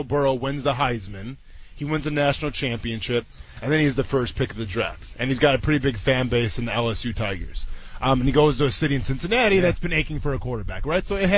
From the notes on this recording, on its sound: live from the Jumbo Shrimp game